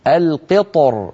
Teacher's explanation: كذلك الأمر بالنسبة لي وأسلنا له عين القطر، هنا في عندنا جمع بين الساكنين القطر، فيفخم الطاء ثم مباشرة وأيضا يفخم الراء لأن الحالة الأولى التفخيم القطر، فيجمع بين مفخمين القطر باللطف من غير تكلف.